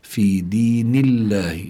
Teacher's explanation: اللام لفظ الجلالة الله لابد أن يكون مرققا لأن ما قبله مكسور. في دين الله، ليس في دين الله بل في دين الله أفواج.